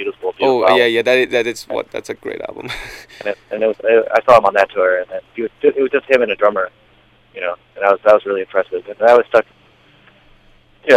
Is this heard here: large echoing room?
no